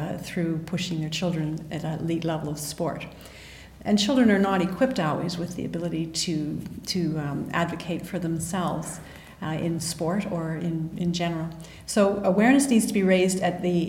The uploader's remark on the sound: LIVE from the IOC World Conference in Monaco